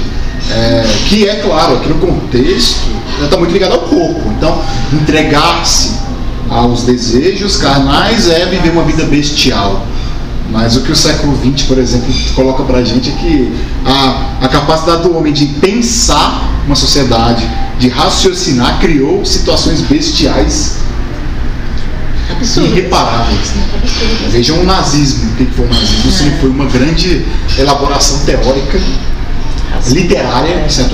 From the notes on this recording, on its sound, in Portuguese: O segundo áudio foi gravado no encontro, podemos ouvir as vozes dos 7 participantes do encontro.